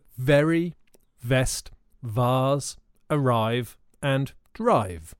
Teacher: your teeth on your bottom lip and make a buzzy sound. You can do it for a long time. · Term: V sound